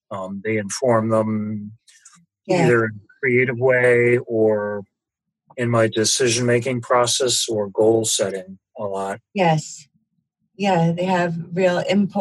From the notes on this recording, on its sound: The Dream Stream- Zoom Room Dream Group.